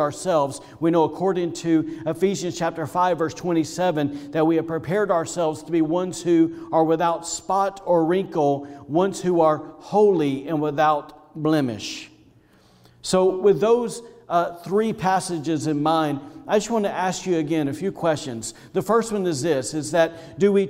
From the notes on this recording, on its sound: was recorded on Sunday, January 31st, 2021, during service at The Anchor Church in Rockport, Maine.